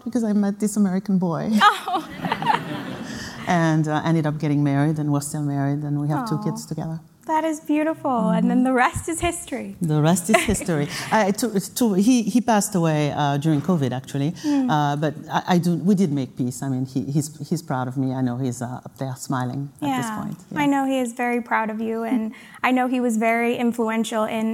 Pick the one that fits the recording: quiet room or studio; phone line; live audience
live audience